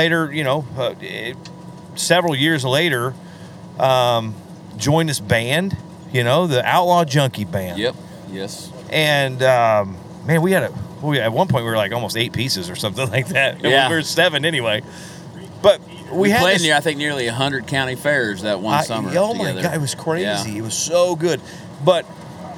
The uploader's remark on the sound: This week we bring you out on the road! Coming back from a show in Nebraska, we decided to pack up the podcast gear and bring you a podcast live from the RV!